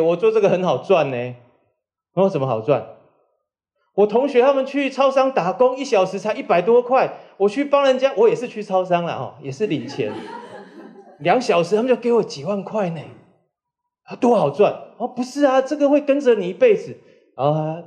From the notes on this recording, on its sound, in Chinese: 本集節目取自天下文化與93人文空間共同舉辦的「人文讀書會」現場錄音